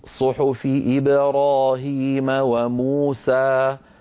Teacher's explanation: موسى مو حركتين، سا حركتين · Term: المد الطبيعي